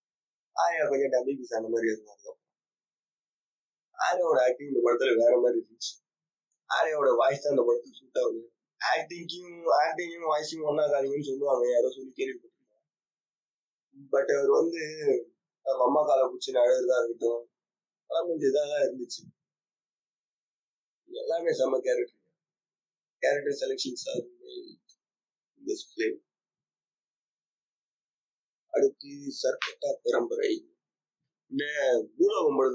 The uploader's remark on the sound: sorry for the very very poor audio quality